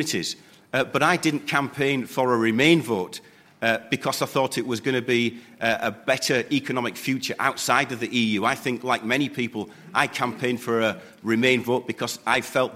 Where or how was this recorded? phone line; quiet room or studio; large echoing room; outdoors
large echoing room